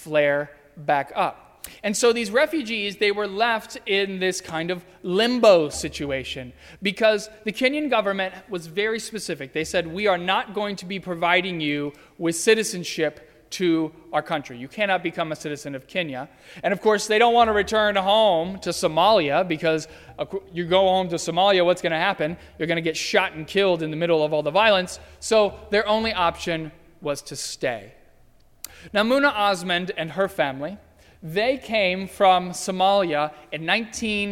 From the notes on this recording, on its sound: During the Heritage service (11:00 am). At First Presbyterian Church of Arlington Heights, Illinois.